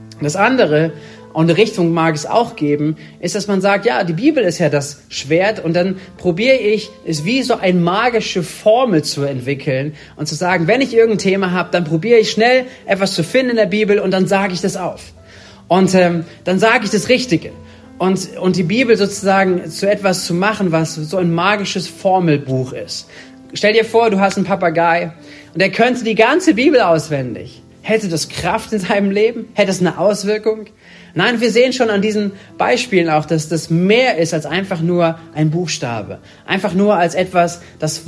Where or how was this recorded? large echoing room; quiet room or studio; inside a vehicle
large echoing room